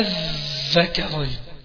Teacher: عندي هنا الإدغام في الذكرين اللام في الذال